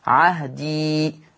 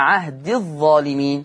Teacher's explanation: الياء ثابتة في الوقف ومحذوفة في الوصل